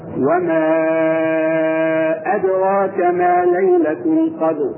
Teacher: المد المنفصل، يعني يعامل بمد اربع حركات او خمس حركات · Term: مد منفصل